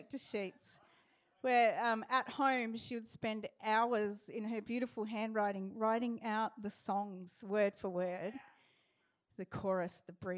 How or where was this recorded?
large echoing room